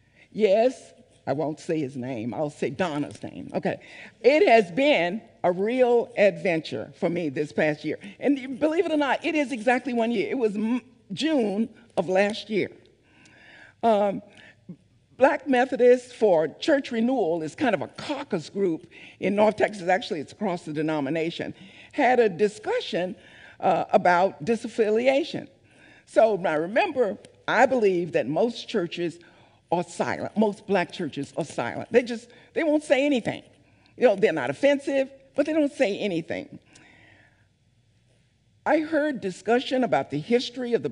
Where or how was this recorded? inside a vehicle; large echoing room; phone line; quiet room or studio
large echoing room